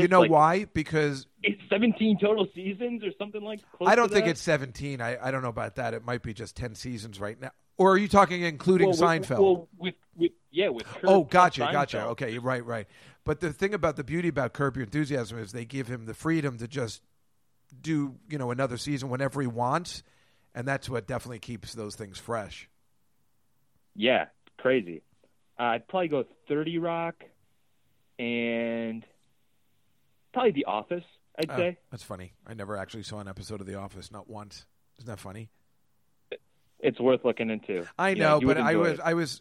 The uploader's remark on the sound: as a live call-in show